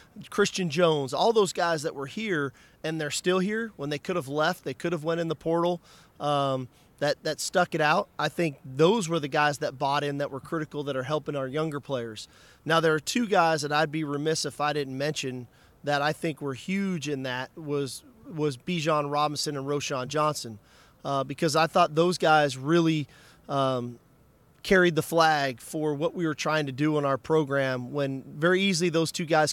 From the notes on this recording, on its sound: speaks at Sugar Bowl Media Day